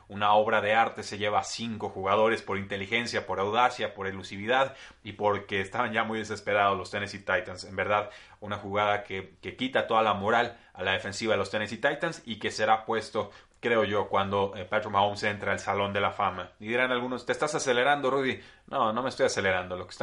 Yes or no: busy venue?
no